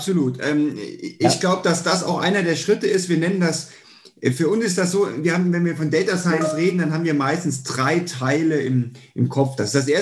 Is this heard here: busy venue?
no